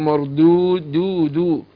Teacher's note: واحذر من تفخيم الدال، لو فخمتها تتقلب ضاد، اقول مردود مرضو، لا اقول مردود دودو.